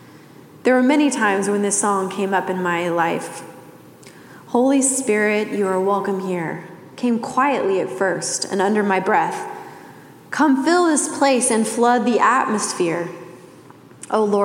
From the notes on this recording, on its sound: Message delivered during the Classic service.